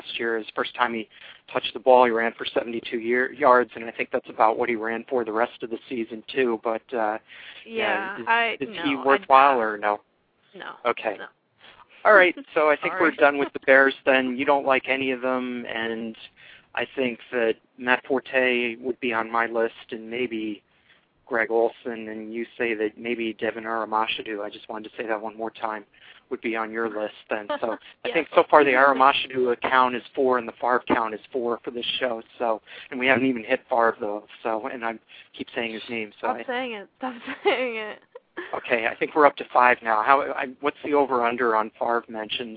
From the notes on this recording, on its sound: fan interaction via phone